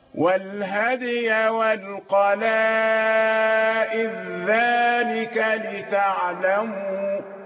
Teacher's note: القلائد ذلك، يعني إذا وصلنا كلمة القلائد في ذلك. كلمة ذلك ندغم الدال في الذال